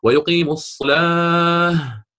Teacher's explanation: أريد أن أقف على لفظ الصلاة فأقول ويقيم الصلاة، فأبدلت هذه التاء، أبدلتها هاء وقفا